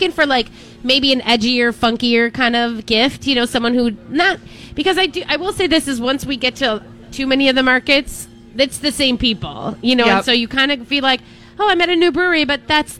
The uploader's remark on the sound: Live Broadcasting at El Burrito